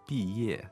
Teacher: All right, two fourth tones